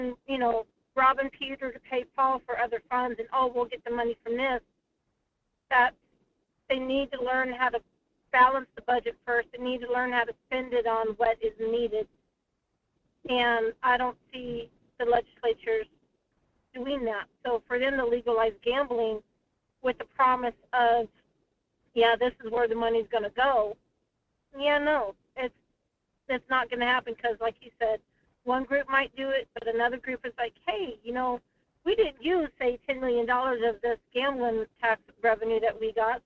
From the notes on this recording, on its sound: open the phone lines to talk about whatever the listeners would like to discuss